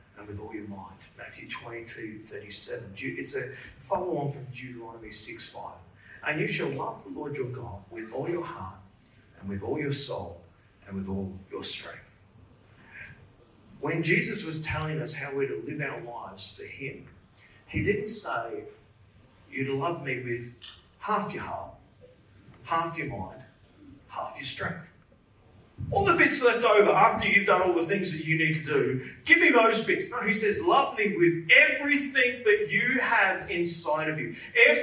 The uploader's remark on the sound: Service recorded Live at Victory Church in Bendigo on Sunday September 3rd, 2023.